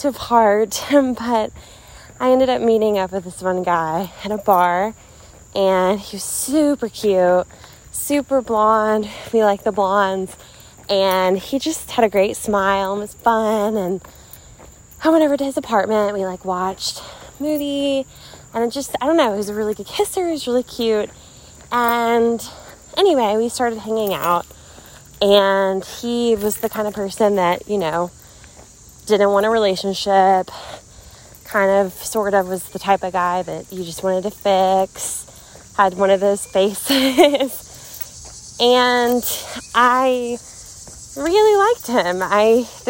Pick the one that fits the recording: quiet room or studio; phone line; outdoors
outdoors